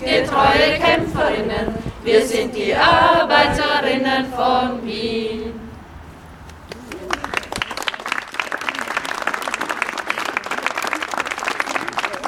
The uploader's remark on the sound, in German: Donaustädter Februargedenken am 16. 2. 2020 vorm Goethehof. Ungekürzte und unbearbeitete Aufnahme mit Reden von Vertreter*innen der Opfer-Verbände, von Parteien und Jugendorganisationen.